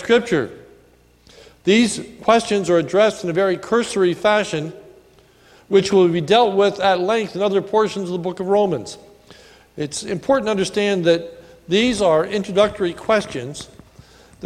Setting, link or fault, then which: setting, large echoing room